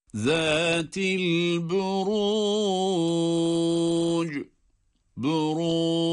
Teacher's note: Cim harfi kalkale harfidir. Sükun halinde kalkale ile duruyoruz